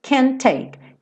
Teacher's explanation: você vai juntar esses dois T's em um